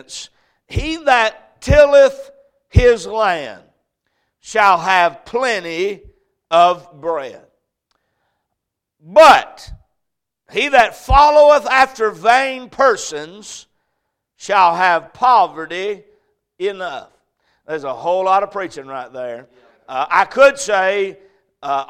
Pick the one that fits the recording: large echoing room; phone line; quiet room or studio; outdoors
large echoing room